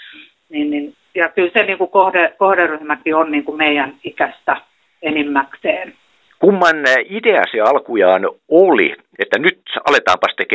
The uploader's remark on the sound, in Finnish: Helsingin Lähiradio 100,3MHz. Puhelinhaastattelussa.